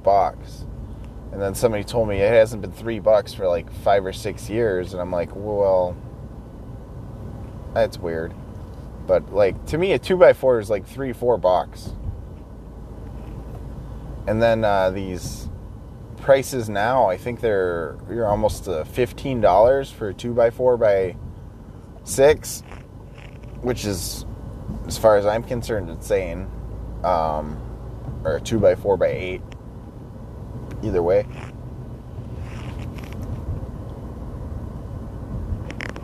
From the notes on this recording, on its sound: talking to myself while driving to work